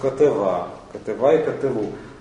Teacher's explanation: Формы с окончанием А и У редуцируют предшествующий гласный, который оказывается в открытом слоге. · Term: редукция второго гласного